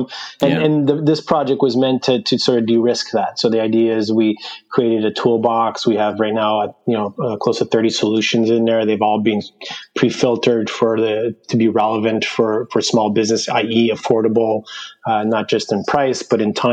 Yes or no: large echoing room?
no